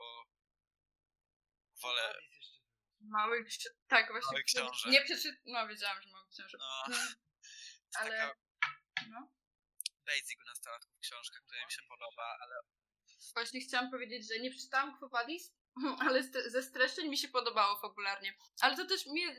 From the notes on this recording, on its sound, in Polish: Przepraszamy za problemy dźwiękowe